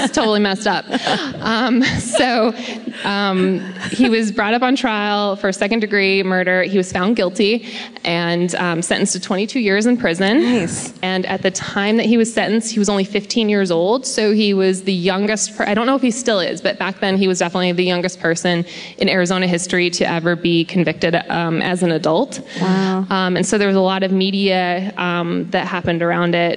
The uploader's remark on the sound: Live at The Grove in Anaheim